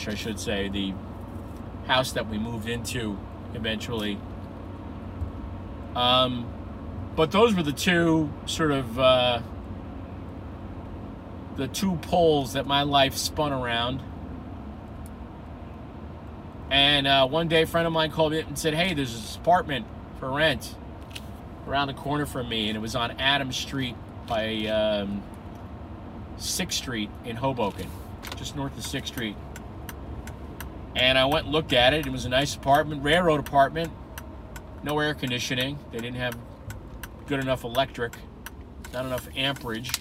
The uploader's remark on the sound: I've done so much recording behind the wheel